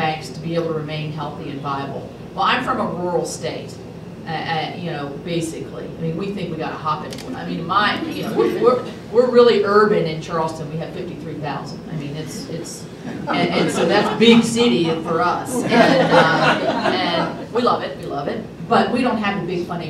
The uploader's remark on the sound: WASHINGTON, DC – The Ripon Society hosted a breakfast discussion with three Republican women serving in the U.S.